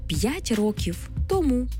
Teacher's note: у непрямих відмінках ці займенники зберігають свій наголос на другому складі, якщо їх вживають без прийменника